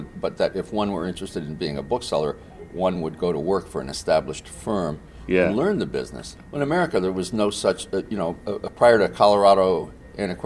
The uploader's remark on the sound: This is what we met to discuss at The Boston Antiquarian Book Fair.